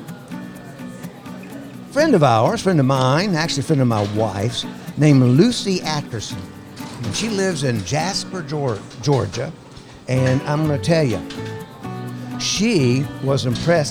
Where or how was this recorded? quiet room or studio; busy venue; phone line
busy venue